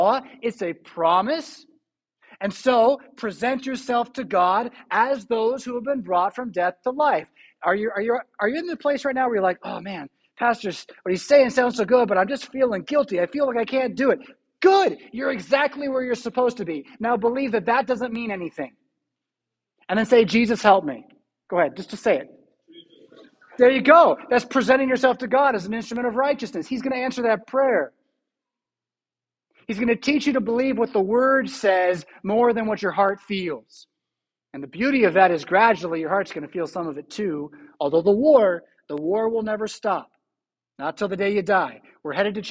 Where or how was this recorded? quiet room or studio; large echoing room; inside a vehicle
large echoing room